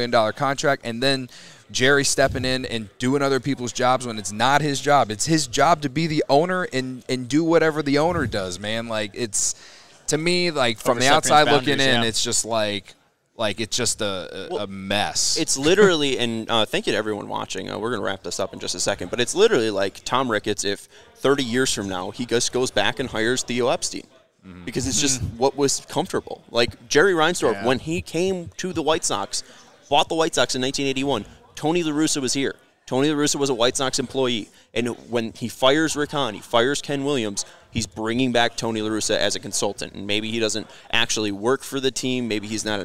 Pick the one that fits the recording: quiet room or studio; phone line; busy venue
busy venue